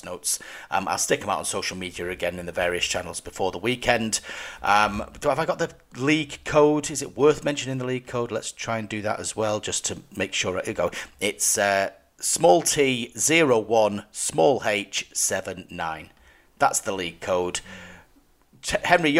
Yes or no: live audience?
no